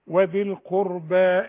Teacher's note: وذي القربى، المد مد ألف كاملة